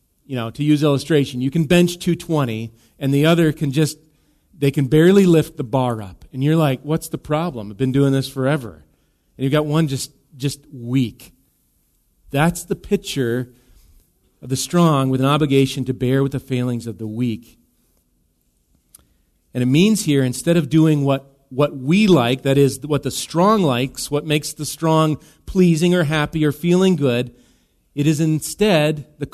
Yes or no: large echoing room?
yes